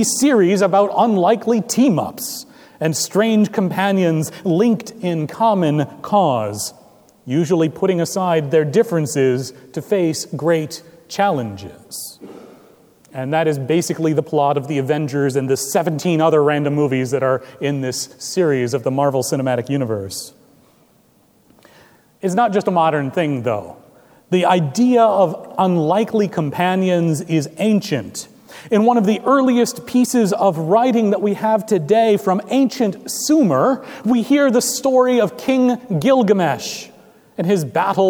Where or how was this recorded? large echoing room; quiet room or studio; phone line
large echoing room